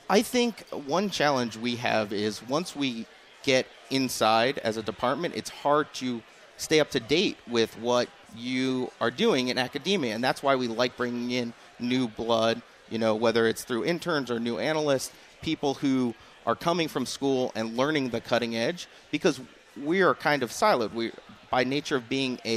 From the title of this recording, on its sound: at the Wharton Sports Business Summit 2018